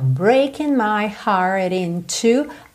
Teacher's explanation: o T do heart virou rarara